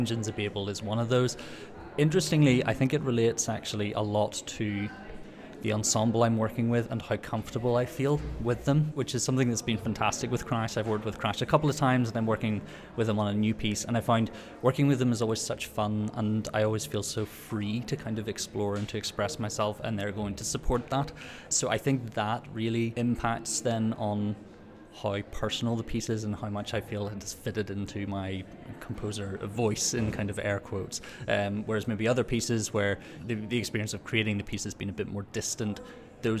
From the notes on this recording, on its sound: Recorded at this year’s Huddersfield Contemporary Music Festival